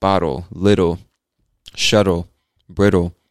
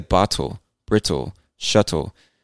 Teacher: There's nothing wrong with pronouncing the T's. It's just a lot of people from the U.S. don't pronounce the T's in words like that. · Shown in: first take